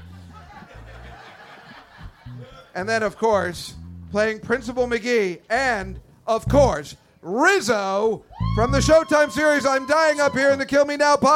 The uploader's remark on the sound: This is the full live recording of "Grease-Live at the Comedy Cellar". Taped in front of a live audience at the Village Underground in the West Village.